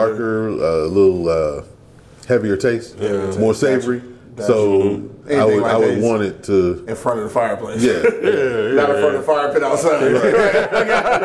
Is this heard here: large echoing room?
no